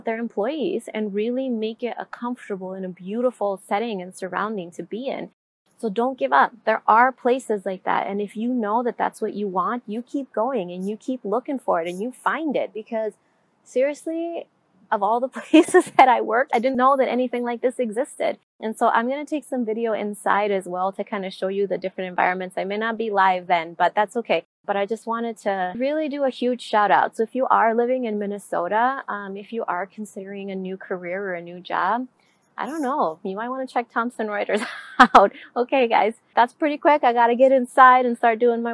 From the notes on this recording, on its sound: I have been doing a contract position at a place called Thompson Writers in Egan, Minnesota. As I was walking from my car, see this huge parking lot. Beautiful paths such as this one where you can walk just peacefully.